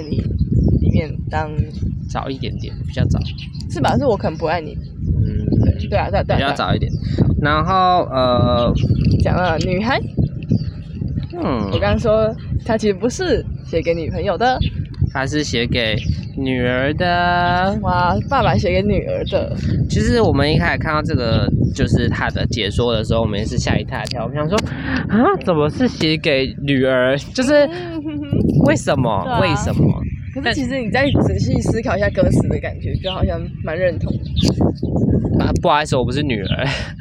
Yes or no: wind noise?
yes